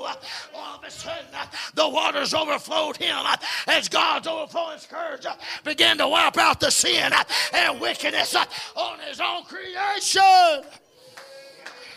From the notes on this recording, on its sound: Preaching at Cunningham Holiness fellowship meeting. Broadcast on Echoes of Holiness Radio.